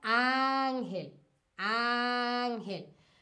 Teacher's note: ángel es una palabra grave porque tiene la, entonación más fuerte en la penúltima sílaba